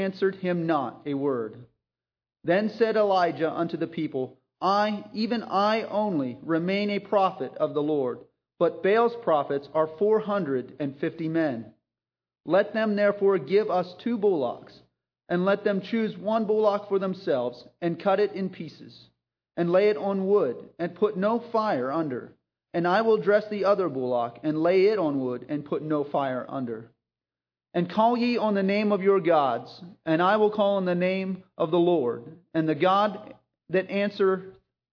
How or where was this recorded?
large echoing room